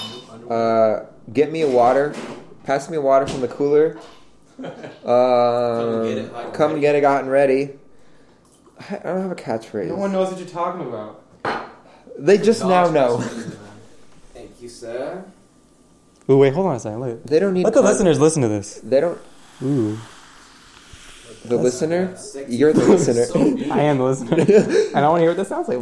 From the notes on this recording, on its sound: We only have one mic and one set of headphones.